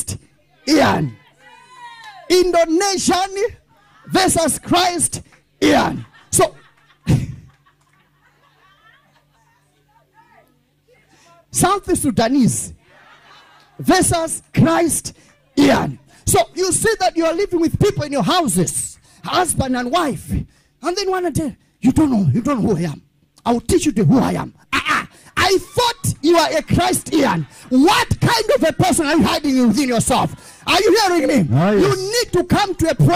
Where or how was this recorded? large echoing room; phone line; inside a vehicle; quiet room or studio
large echoing room